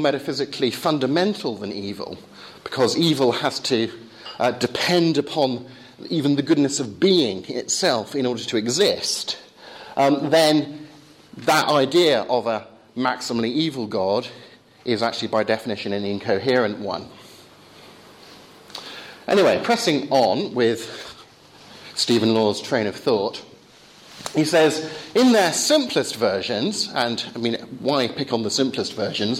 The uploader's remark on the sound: course at Higfield Church Southampton